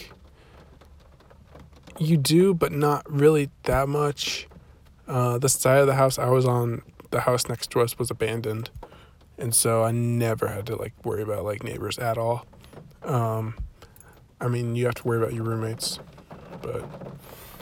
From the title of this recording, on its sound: car edition